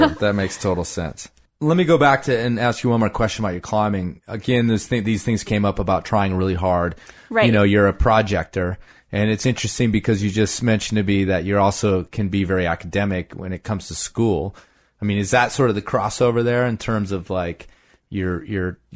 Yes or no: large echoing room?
no